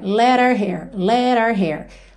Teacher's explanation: essa palavra our, nosso, nossa, em inglês frequentemente acaba soando só com uma letra R tá? Porque você tá falando rapidamente ali, já tá ligando uma palavra na outra.